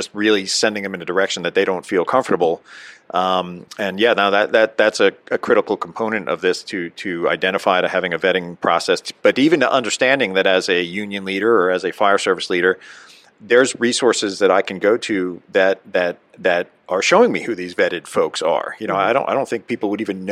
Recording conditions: busy venue